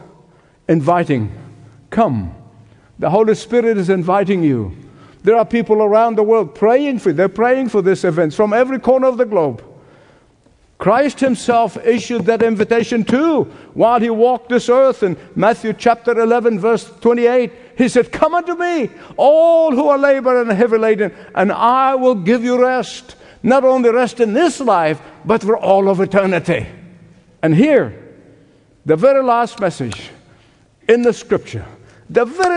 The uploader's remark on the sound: Hope Ireland, a Leading The Way Evangelistic Celebration, originally broadcast LIVE from Waterfront Hall in Belfast, Northern Ireland.